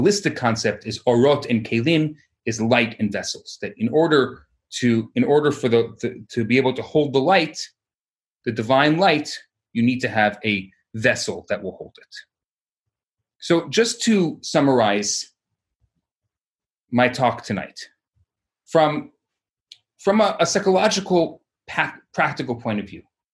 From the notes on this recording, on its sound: Recorded Live on Zoom